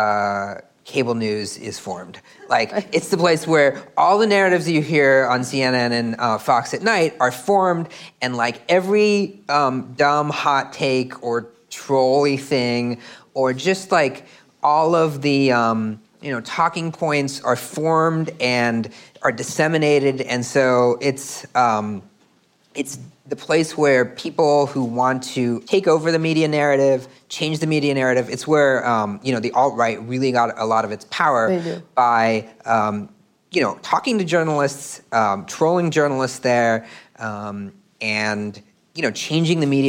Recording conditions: live audience